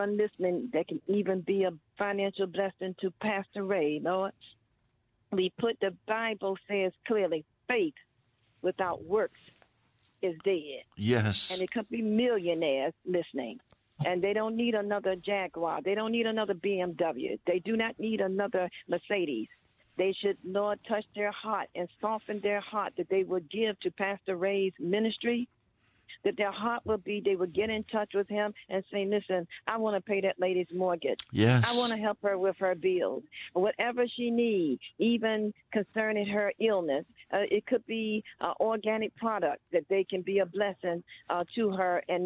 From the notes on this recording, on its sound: those who called into today's live prayer meeting